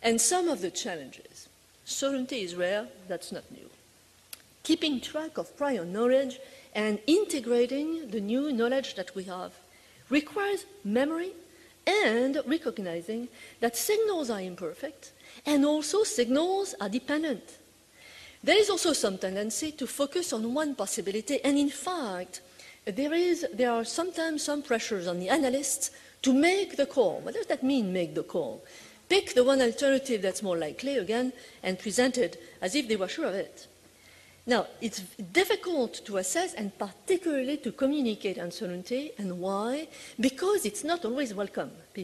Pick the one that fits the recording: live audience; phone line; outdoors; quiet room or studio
live audience